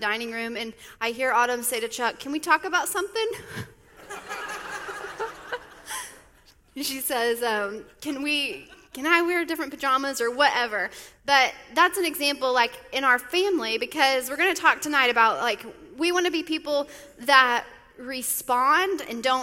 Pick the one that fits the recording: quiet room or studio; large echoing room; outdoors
large echoing room